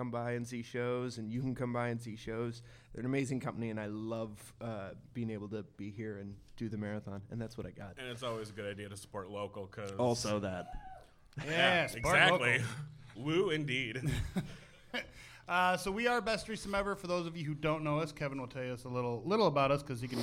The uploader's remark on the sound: Here is the recording from B3E's live broadcast from DIE LAUGHING 6, hosted by Fearless Comedy Productions. It was 730 in the morning and we were drinking large Irish coffees.